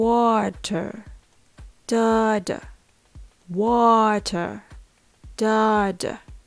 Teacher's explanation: 後の音節を脱力して弱く短く言ってみましょう